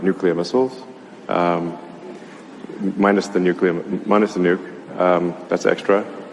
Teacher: Also man kann jetzt nicht sagen, dass er komplett monoton spricht.